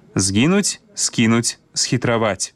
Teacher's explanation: пры літаратурным вымаўленні няма памякчэння гукаў «з» і «с» перад мяккімі заднеязычнымі «е», «кі» і «хі».